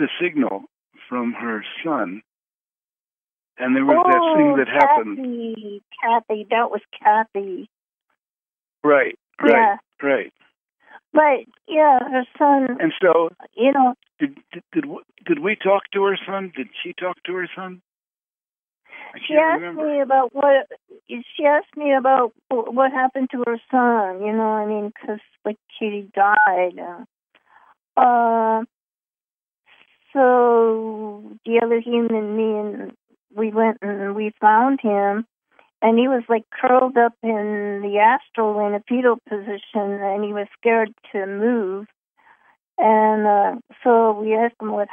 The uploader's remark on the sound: Conference Call LIVE.